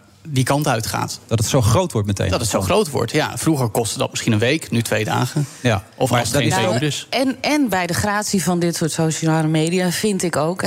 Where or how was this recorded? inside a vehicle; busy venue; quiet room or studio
busy venue